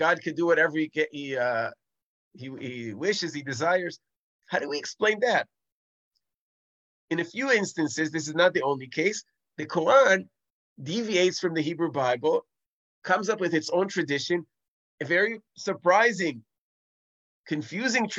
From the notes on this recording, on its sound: This audio was originally captured from Zoom.